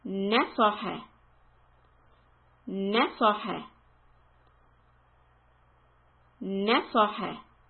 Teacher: you had a soft sound ne, then you had to elevate the tongue for so, ne so, and then again bring the tongue back, lower it for ha, ne so ha. · Term: Soft, heavy, soft